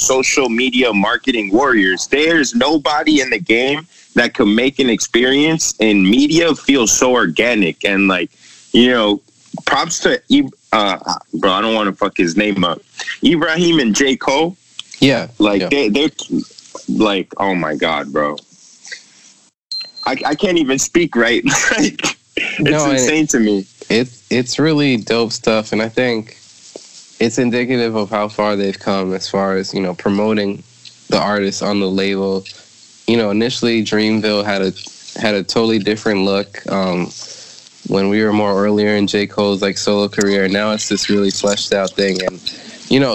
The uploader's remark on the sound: Our first pod outside the studio, kicking it on Skype.